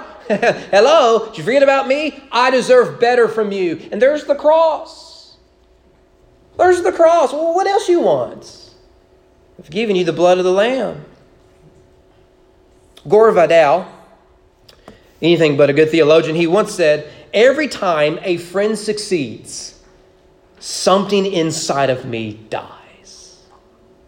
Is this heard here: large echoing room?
yes